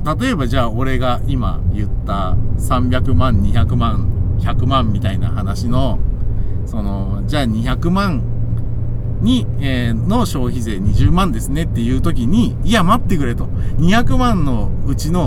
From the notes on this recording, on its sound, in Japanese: 君は助手席で眠っていて。ただ運転して、ただ話してるから。車の走行音と運転手の声を遠くに聞きながら。